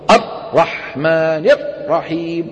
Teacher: ولا بحصرمة الراءات، الحصرمة هي البتر والقطع، الرحمن الرحيم، يبتر صوت الراء، هذه الحصرمة